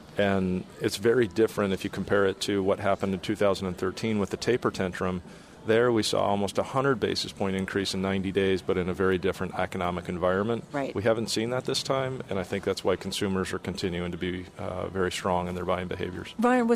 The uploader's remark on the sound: The Rutgers Center for Real Estate Conference at the New York Stock Exchange